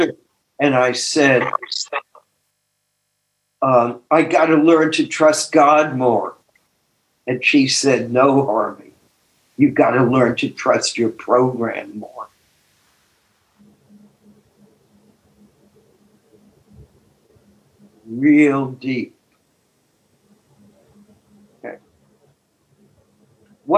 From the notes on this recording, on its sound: took us on a zoom journey